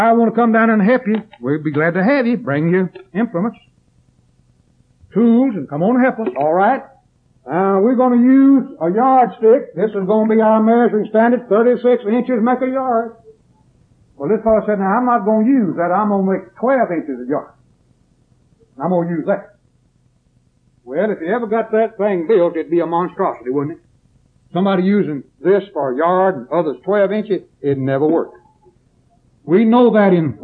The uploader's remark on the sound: preached this sermon at East Columbus church of Christ in Columbus, MS on September 7th, 1981